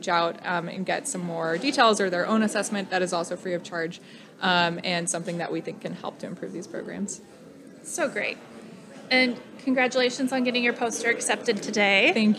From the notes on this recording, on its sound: as they interview attendees, speakers and students from the Nebraska Infectious Disease Society (NIDS) 2023 Annual Conference.